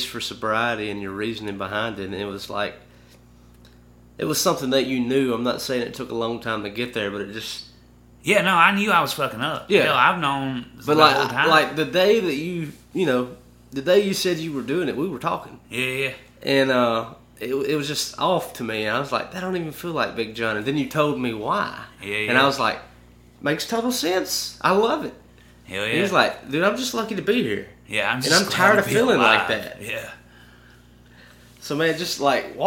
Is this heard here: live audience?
no